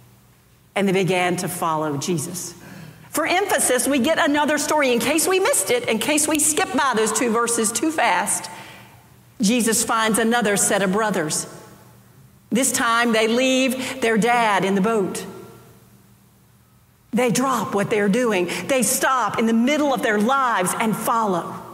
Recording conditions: large echoing room